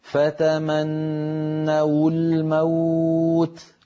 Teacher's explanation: كانت العرب في مثل هذا الموضع تتخلص من التقاء الساكنين بضم الواو هكذا فتمنوا وو فينطقون واو مضمومة وفي الوصل تكون هكذا فتمنوا الموت.